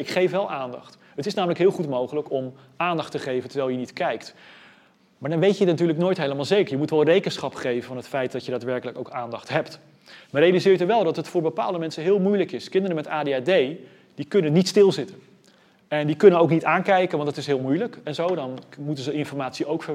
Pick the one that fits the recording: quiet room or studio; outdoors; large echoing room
large echoing room